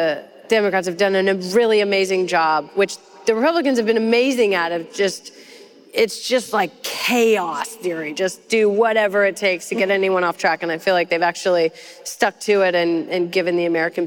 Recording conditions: live audience